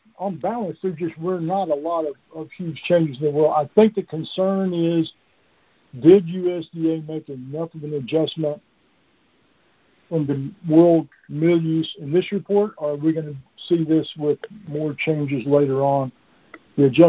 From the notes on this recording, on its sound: Monthly Conference Call